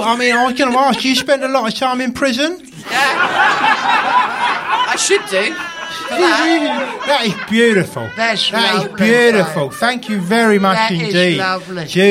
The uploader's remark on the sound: In front of a live audience at London's Museum of Comedy.